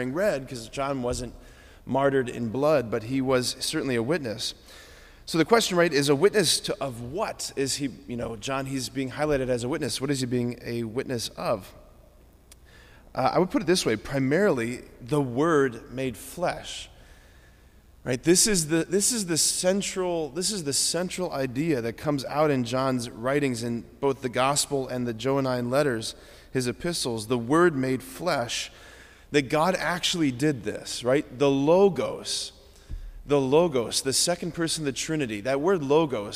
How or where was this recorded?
large echoing room